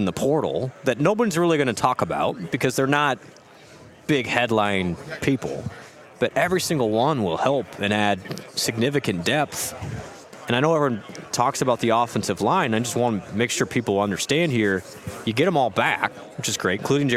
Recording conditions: busy venue